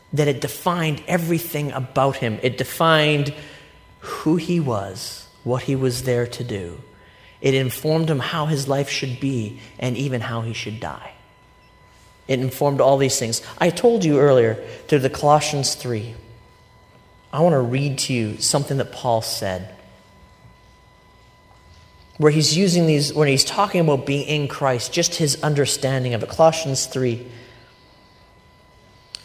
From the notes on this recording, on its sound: A recent sermon I delivered at Life Church. It happened to be a service in which we were baptizing a group of new believers.